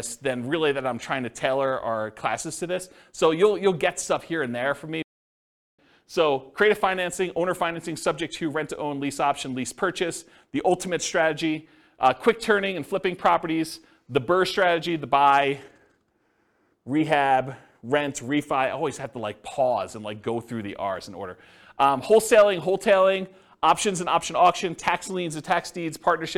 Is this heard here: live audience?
yes